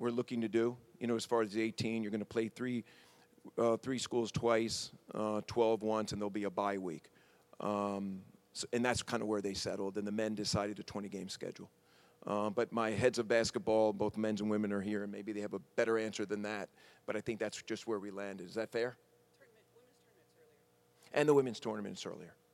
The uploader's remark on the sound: Press conference at Big 12 Basketball Media Day. In Kansas City, Missouri.